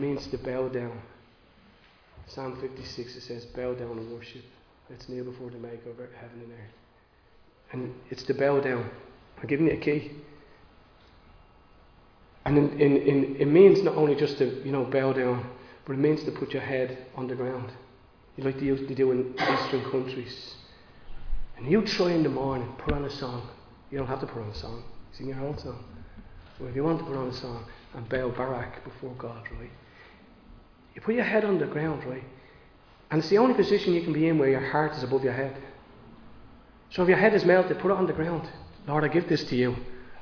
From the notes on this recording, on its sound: Recorded live in Liberty Church on 29 May 2022